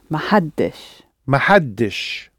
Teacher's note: All we need is a little helping vowel before the sh, because had is a d. Okay, so we want to add just a little I.